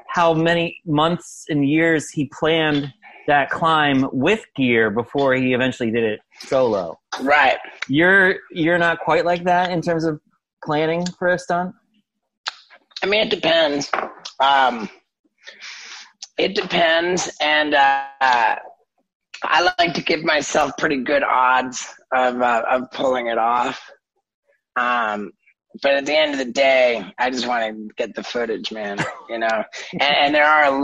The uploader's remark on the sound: We reconnected in the summer of 2020 over Zoom in two separate conversations.